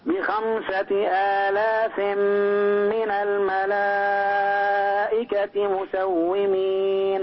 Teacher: مد الملائكة أربع حركات